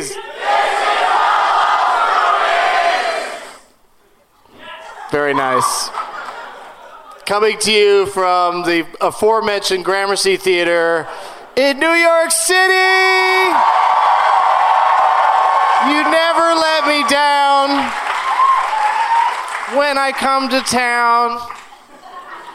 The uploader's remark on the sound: Live from the Gramercy Theater in NYC